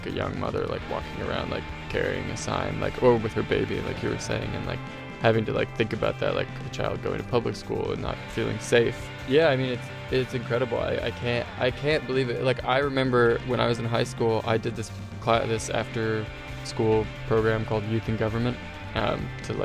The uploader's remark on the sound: I climbed into the tour van